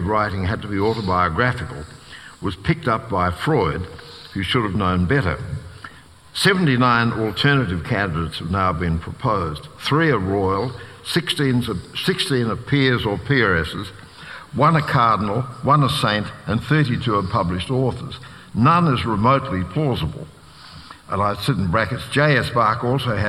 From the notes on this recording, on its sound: This is a live recording from our event.